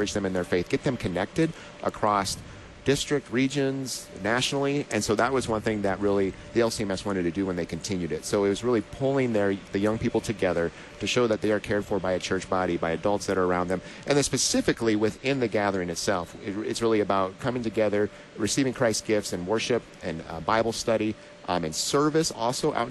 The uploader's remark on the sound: Live from LCMS #NYG2019